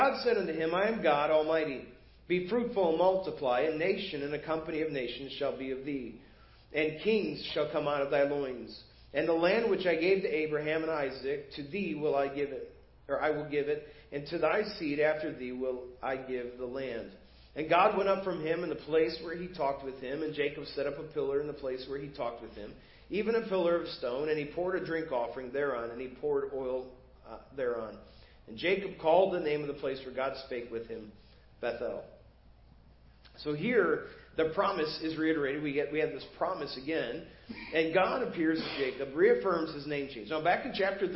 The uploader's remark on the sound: Preached at First Baptist Church of Hazel Park